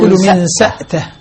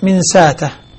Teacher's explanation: ابن ذكوان يقرأ الهمزة ساكنة